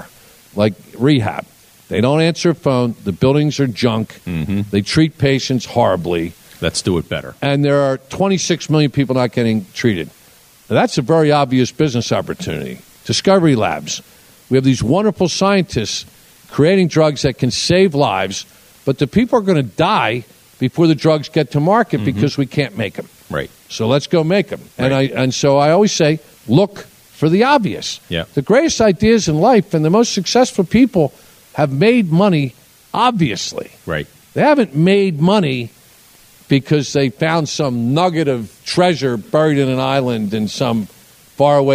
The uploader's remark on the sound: In front of a live audience at one of his newest ventures, The Discovery Labs. A 200 acre, 1 million square foot space in King of Prussia, Pennsylvania.